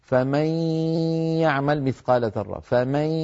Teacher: من ولي ولا نصير، فمن يعمل مثقال ذرة، فمن لابد من صوتين في آن واحد، غنة من الخيشوم ياء من الفم ممزوجان مع بعضهما · Term: حرف فرعي